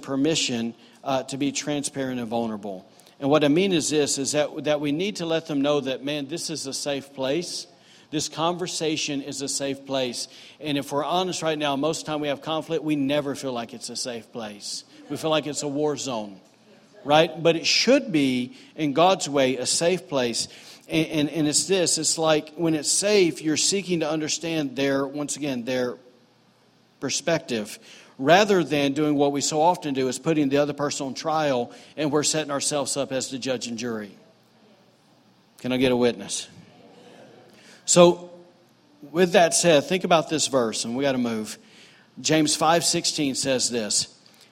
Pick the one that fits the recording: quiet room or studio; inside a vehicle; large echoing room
large echoing room